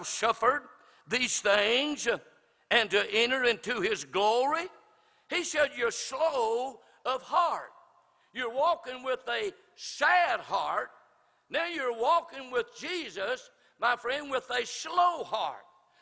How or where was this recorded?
large echoing room